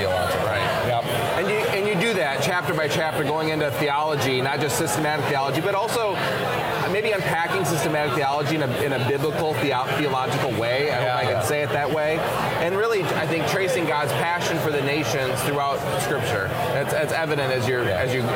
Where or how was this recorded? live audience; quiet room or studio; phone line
live audience